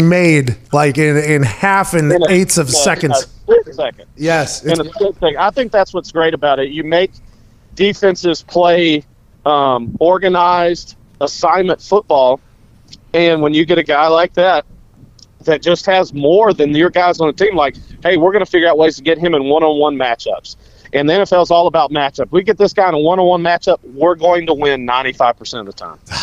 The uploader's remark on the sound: record from the back of the box truck in beautiful Atlanta, Georgia